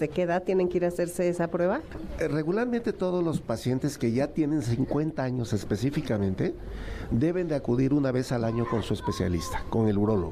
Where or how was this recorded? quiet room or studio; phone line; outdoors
outdoors